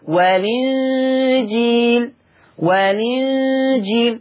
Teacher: والإنجيل، اللام ساكنة وراها الهمزة إي، صح؟ هنشيل الهمزة وناخد الحركة نحطها على اللام، ننقل حركة الهمزة لللام، عشان كده سميها نقل، فتبقى لام مكسورة. · Term: النقل